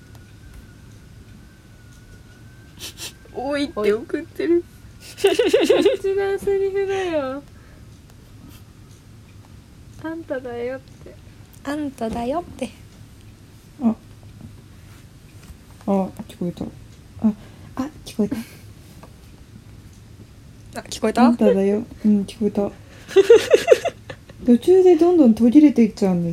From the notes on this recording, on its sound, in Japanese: 初回から音声トラブルや話の脱線などぐだぐだです